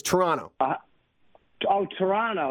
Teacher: We don't pronounce the second T.